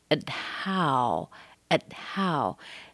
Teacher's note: schwa, held T, and then the H